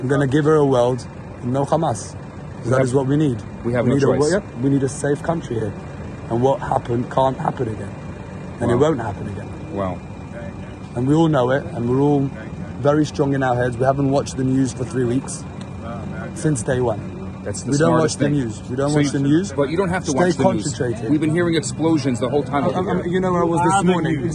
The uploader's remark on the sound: Live at the Israel-Gaza border